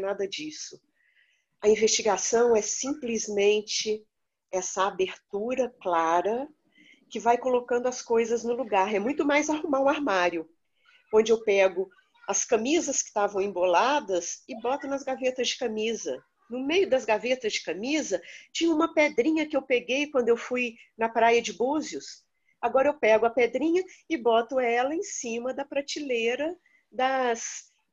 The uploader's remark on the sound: Online via Zoom